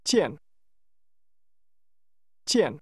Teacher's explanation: This word is pronounced with a falling tone.